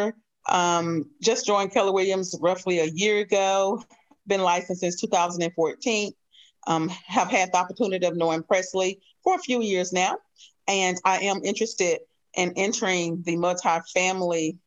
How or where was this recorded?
video call